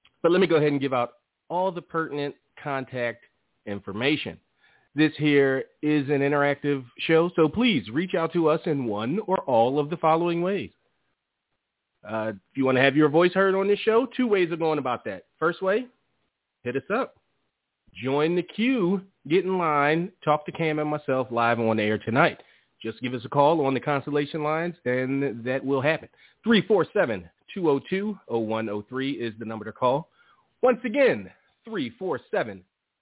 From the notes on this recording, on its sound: On this week's live ECC. Live calls, emails and more conversation. Weekly caller, email and tweet driven show.